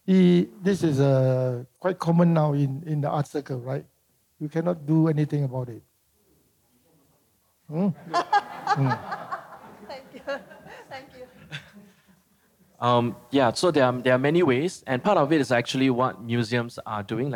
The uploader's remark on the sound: This conversation was recorded live in November 2018 at National Gallery Singapore .